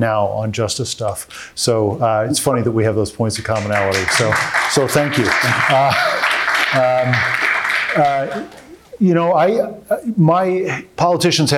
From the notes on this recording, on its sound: Moderated Conversation. Live audience Q&A.